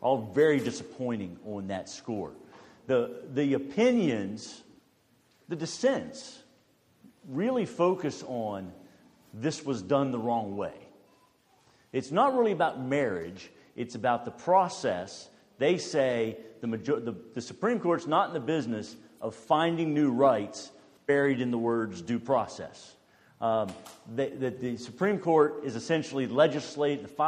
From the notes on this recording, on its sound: This is an audio recording of the Q&amp;A that occurred after the two lectures. This is an audio recording of the Q&A that occurred after the two lectures.